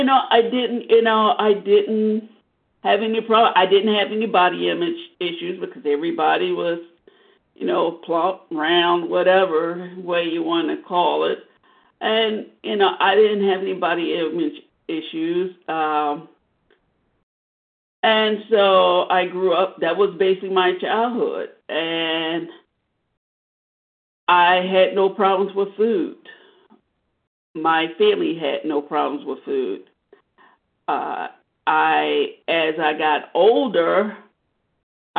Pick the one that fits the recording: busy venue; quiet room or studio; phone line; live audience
phone line